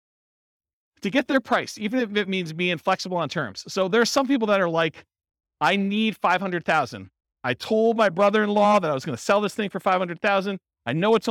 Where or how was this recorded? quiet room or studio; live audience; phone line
live audience